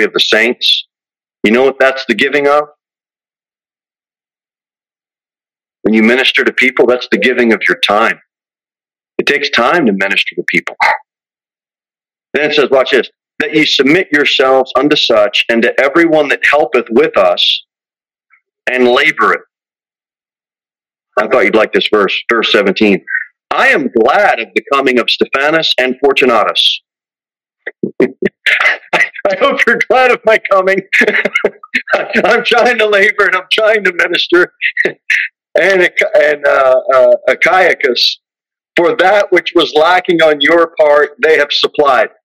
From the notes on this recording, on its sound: Sermon delivered at Pilgrim Baptist Church on Sunday, June 25, 2023, at 2:15 pm.